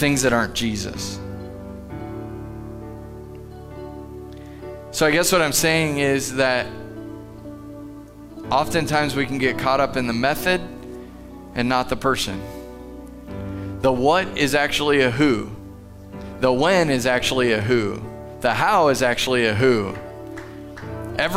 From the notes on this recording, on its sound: Live from The Summit Church in Dover, OH